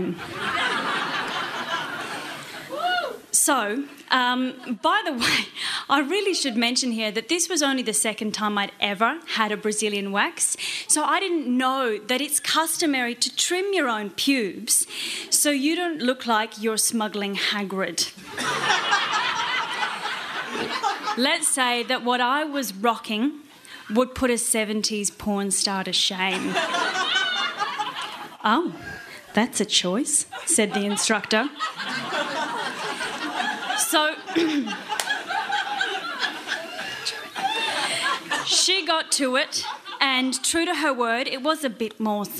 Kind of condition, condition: setting, live audience